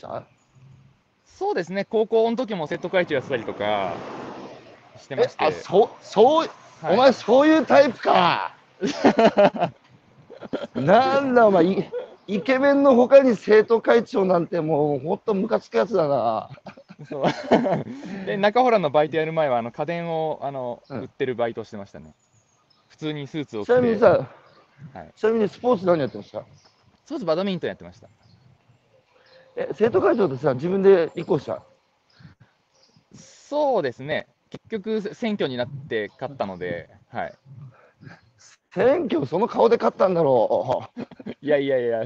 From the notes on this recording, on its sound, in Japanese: 長野県平谷村。歩きながら1時間、対談する。